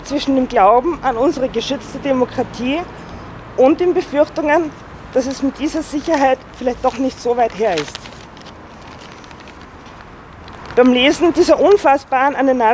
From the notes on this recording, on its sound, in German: Donaustädter Februargedenken am 16. 2. 2020 vorm Goethehof. Ungekürzte und unbearbeitete Aufnahme mit Reden von Vertreter*innen der Opfer-Verbände, von Parteien und Jugendorganisationen.